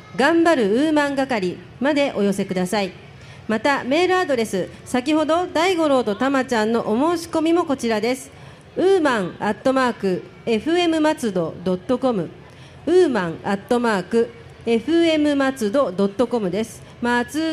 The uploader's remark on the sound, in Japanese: 今回は録って出しです。松戸まつり2日目に、伊勢丹通り特設会場で公開収録を行いました。沿道の親子のスパイシーパスタを交換しにしに行ったりのハプニングもあり、楽しい公開収録でした。